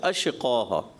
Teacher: شین میں بھی انہوں نے قلقلا کیا اشقوہ، تو شین میں قلقلا نہیں کرنا، اس لیے میں ان کو گڈ دوں گا یعنی 80 نمبر.